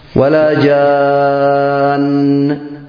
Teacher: ائتبت بالغنة وكملها لأن النون مشددة